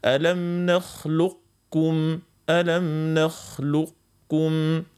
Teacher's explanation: الوجه الثاني يتسمى إدغام نقص، هنا باش تقعد كالصفة متاع القاف اللي عنده صفة الاستعلاء وصفة التفخيم حرف القاف